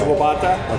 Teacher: My guess is it's Robota, where the emphasis is on the second syllable.